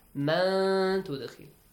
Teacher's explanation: you should hide the sound of the tanwin or nun sakin if there is the letter ta · Term: ikhfa